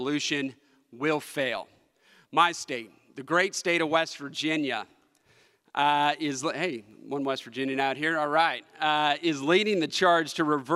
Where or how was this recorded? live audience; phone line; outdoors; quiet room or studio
live audience